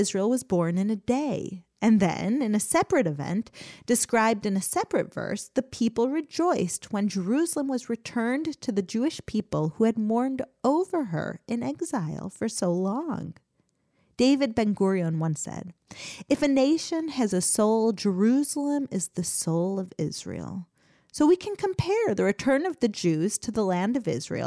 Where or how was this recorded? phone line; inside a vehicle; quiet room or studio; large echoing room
quiet room or studio